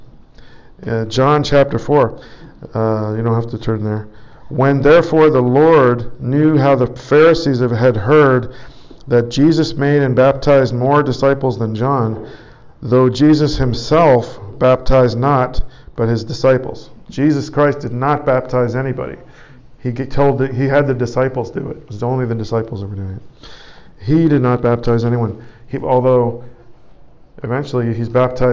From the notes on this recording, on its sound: Preached at St Georges Manor, Toronto, Canada.